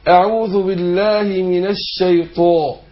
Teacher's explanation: فخمت الطاء وفخمت الألف بعدها